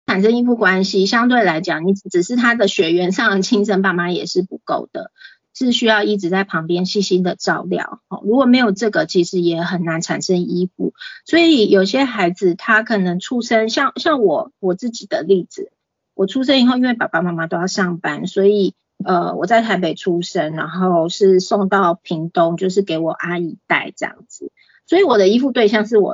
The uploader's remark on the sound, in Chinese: 講座錄音。此為線上課程錄音檔！